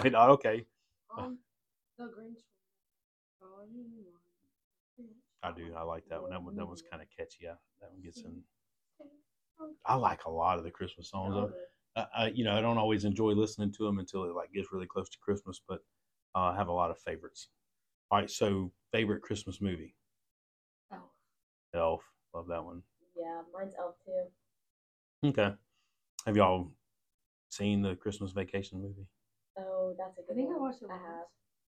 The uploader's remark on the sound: We had a microphone malfunction, so you have to listen a little harder to the girls.